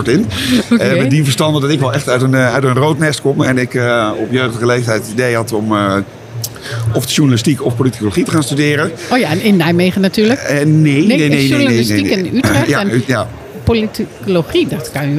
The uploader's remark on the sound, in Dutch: Aan de Stamtafel op de Horecava. Bij onze Stamtafel op de stand van de SVH. Is opgenomen te midden van de Horecava. Met dank aan SVH voor een plekje op hun Horecava stand.